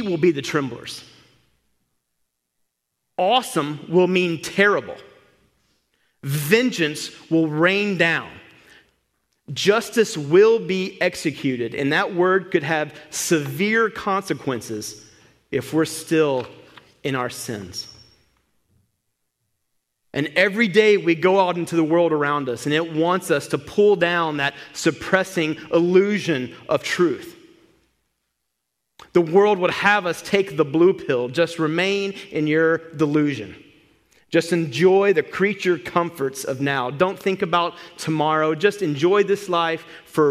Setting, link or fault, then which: setting, large echoing room